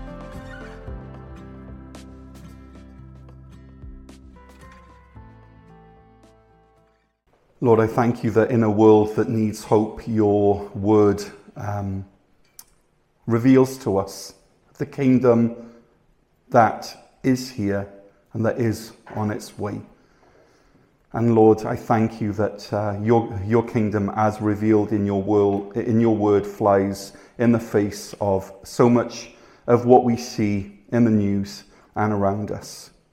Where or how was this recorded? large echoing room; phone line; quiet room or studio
large echoing room